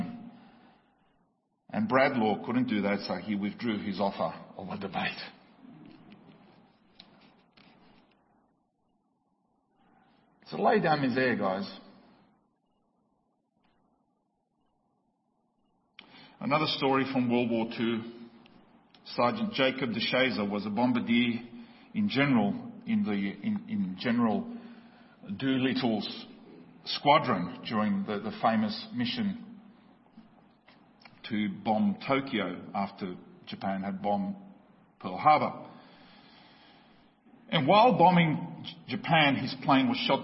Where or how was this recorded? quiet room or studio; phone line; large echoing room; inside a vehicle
large echoing room